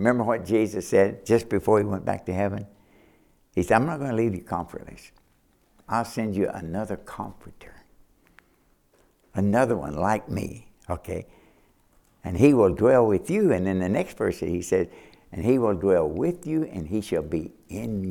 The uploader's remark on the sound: A message preached from the chapel platform of Baptist College of Ministry.